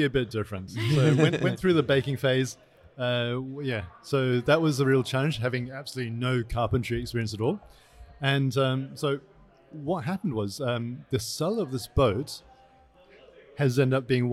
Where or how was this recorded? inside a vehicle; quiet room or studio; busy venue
busy venue